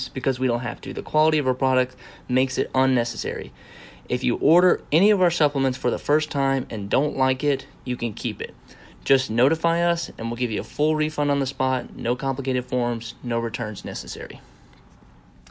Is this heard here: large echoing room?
no